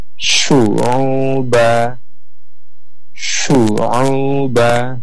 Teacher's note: Jadi harus nampak hamsnya, ya, tafasinya, kemudian ada rakhawahnya